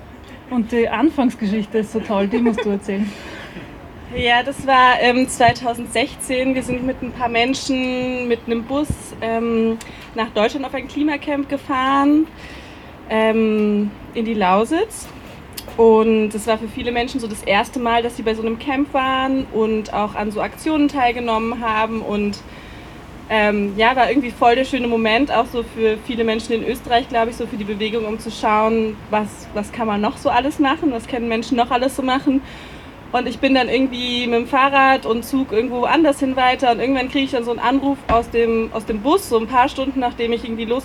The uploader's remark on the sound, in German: O-Ton] Eröffnung des Klima-Protest-Camps am 23. Mai 2021 am Donaukanal in Wien